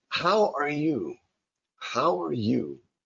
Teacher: Now, of course, we stress the how and the you.